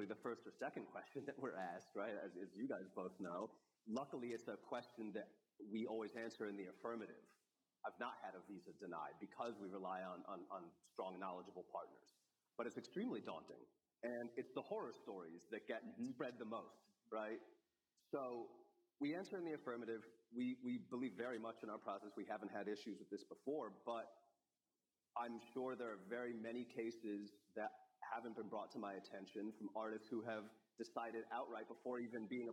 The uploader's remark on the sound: This panel live from Wire Festival. In this panel recorded live at Wire Festival in New York.